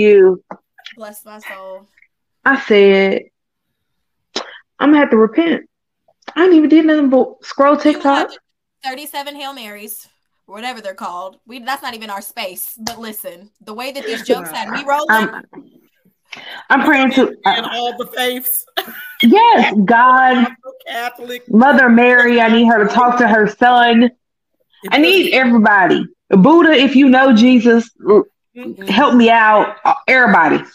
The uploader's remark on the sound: Please bare with us this episode as we had some unexpected technical issues.